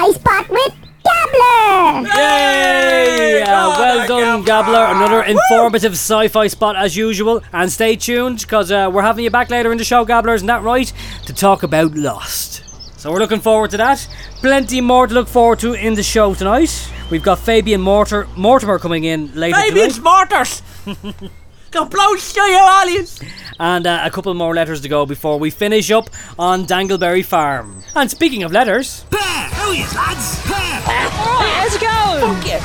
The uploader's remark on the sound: goes on location to Dangleberry Farm for a special broadcast